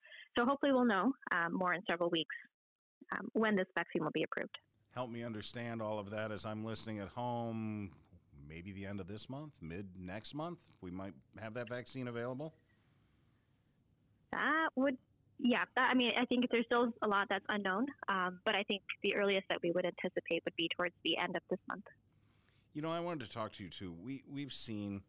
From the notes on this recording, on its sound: joins by phone